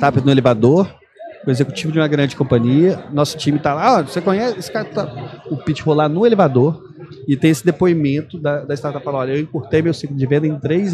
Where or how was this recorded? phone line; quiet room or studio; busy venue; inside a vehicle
busy venue